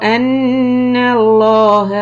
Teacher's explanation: Lafz jalala lam in anna Allah is also a heavy sound.